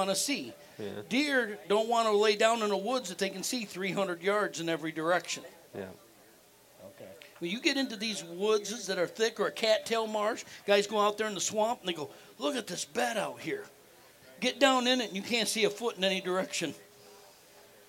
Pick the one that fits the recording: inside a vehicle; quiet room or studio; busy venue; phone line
busy venue